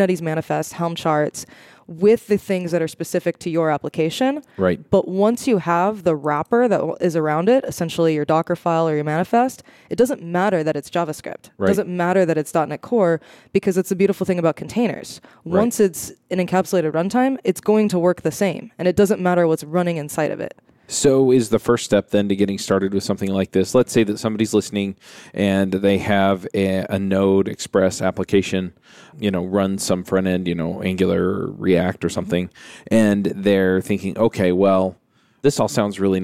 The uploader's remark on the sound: live from the podcast booth at Microsoft BUILD